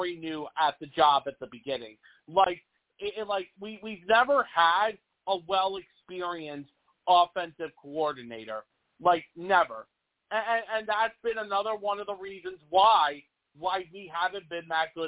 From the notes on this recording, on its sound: I take live callers!